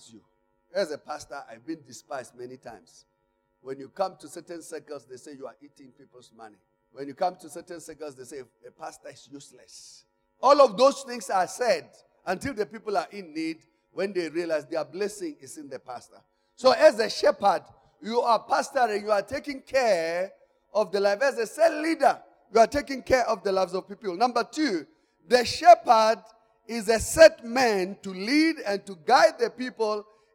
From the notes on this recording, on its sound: Service: Church Growth Conference Day 2 (Session 1). Campus: Arcadia Campus.